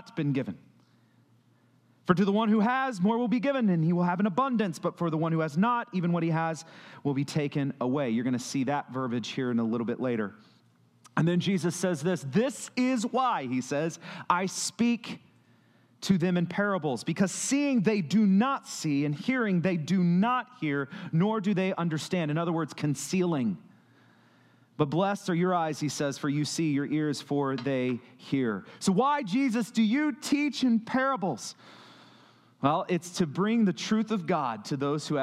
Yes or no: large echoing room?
yes